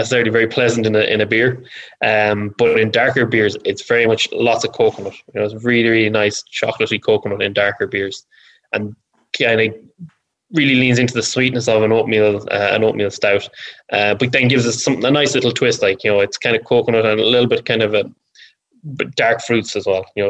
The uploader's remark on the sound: This episode is slightly different to our previous podcast episodes, as it was recorded during a live online event that we hosted previously. We shared the recipe on screen as we chatted through it, so you may hear some references to that.